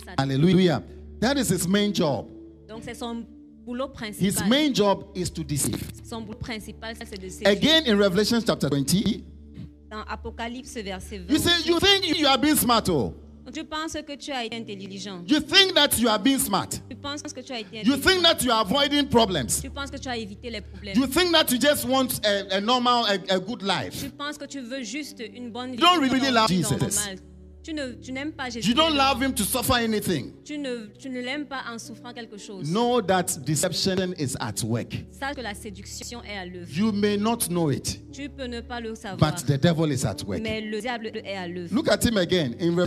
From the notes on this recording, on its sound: Preached during Cross-over Service 2023